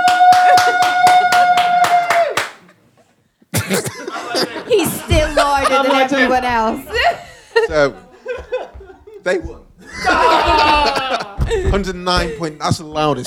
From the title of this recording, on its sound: Simple Live Show